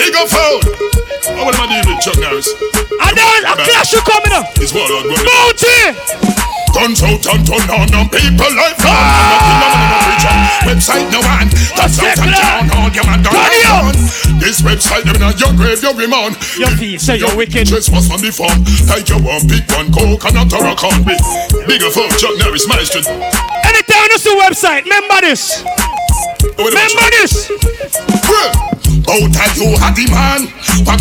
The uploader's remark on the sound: LIVE AUDIO OF THE HIGHLY ANTICIPATED SOUNDCLASH, BLOOD SPORT KILLING THAT TOOK PLACE IN THE BRONX, NY. LIVE AUDIO OF THE HIGHLY ANTICIPATED SOUNDCLASH, BLOOD SPORT KILLING THAT TOOK PLACE IN THE BRONX, NY.